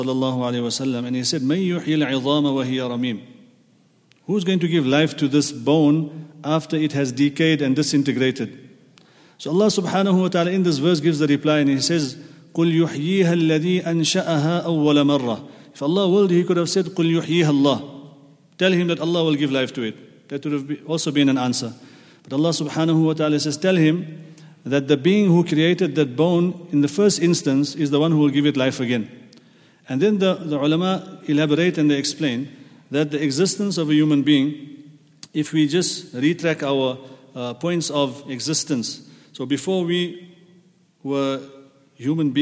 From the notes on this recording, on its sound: at the Houghton Masjid (West Street)